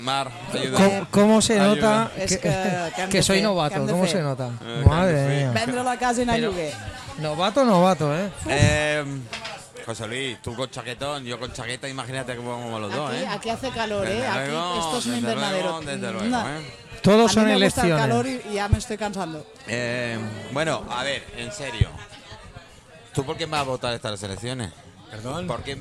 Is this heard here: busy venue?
yes